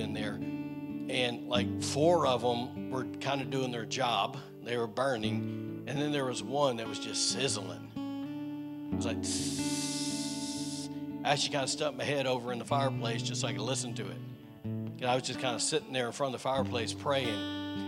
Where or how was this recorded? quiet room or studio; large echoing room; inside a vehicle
large echoing room